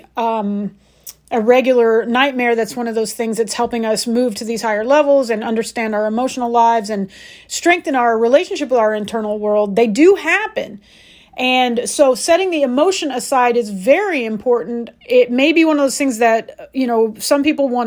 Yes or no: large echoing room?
no